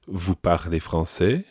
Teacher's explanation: raising his voice at the end, asking the question